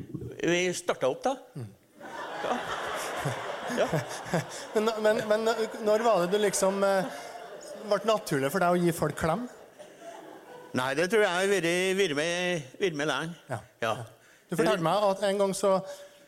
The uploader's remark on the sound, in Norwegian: På trua laus ep.5 (LIVE!)